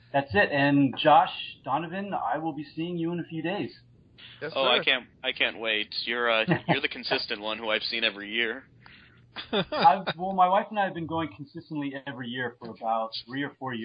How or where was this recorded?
phone line